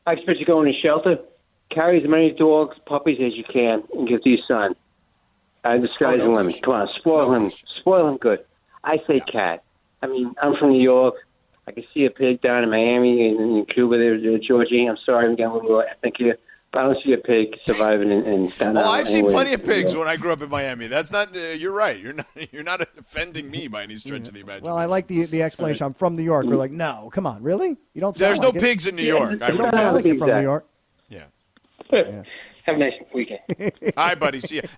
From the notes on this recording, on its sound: Opens up the phone lines and LA has opinions about pigs vs cats.